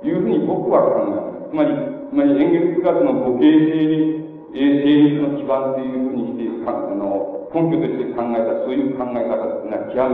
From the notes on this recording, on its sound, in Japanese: 場所：岐阜大学。明治大学駿台祭での講演。音源は客席から録音されたもので 音質はあまりよくない。